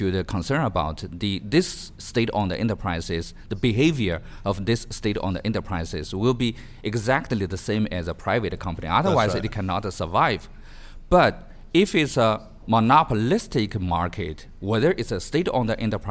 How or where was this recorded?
busy venue